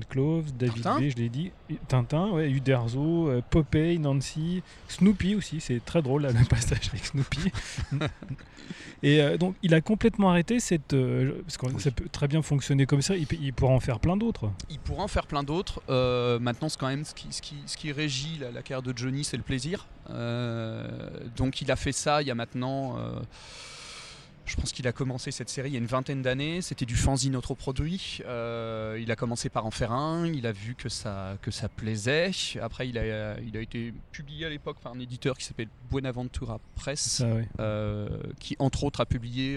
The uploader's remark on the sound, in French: Présent à Saint-Malo lors de la dernière édition du festival Quai des bulles. Confortablement assis le long des quais, accompagné par le chant gracieux des mouettes.